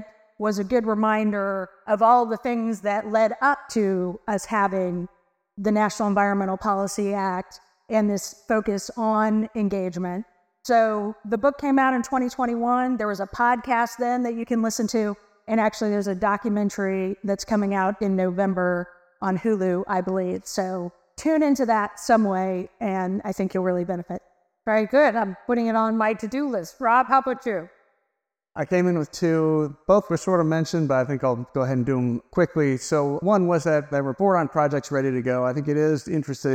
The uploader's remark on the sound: Live from NYU. As part of Climate Week in New York, The Energy Gang recorded a special edition in partnership with New York University: an expert panel.